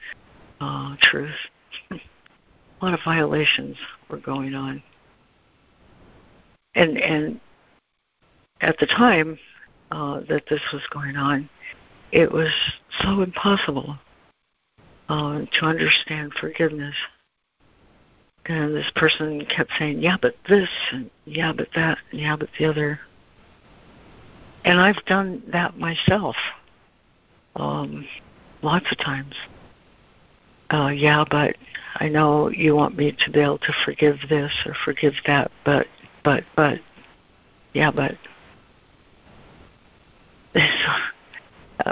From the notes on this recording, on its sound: ACIM Daily Conference Call